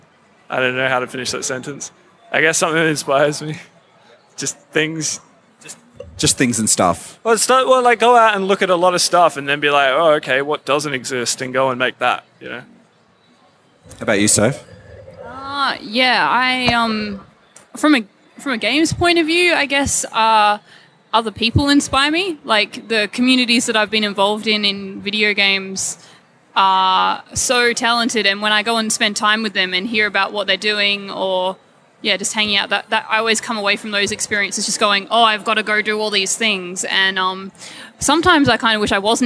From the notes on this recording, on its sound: Live at Oz Comic Con 2017. Join us for this extended live episode.